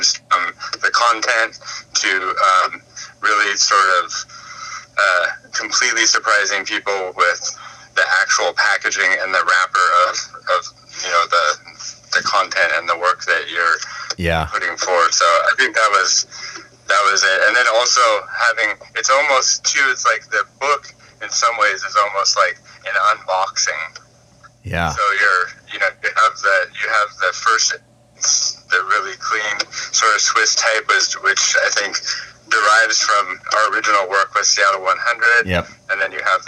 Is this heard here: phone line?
yes